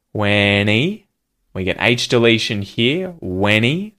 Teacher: The H disappears and it links to the N sound at the end of the word when